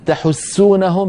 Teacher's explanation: إذ تحسونهم بالسين وليست بالثاء، تحسونهم بالسين، فلننتبه أيضا إلى هذا.